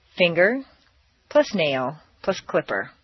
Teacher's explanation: Combine 3 things, finger plus nail plus clipper. Leave the stress on the first word